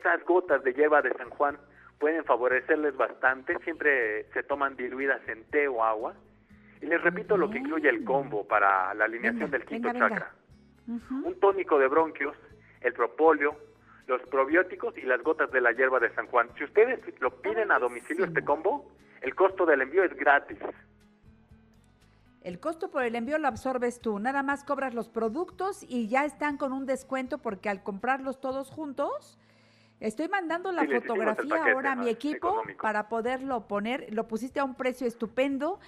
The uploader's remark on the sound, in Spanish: Por eso atendemos puntualmente las necesidades del público con teléfonos abiertos y nuestras redes sociales, creando así una completísima revista radiofónica en vivo.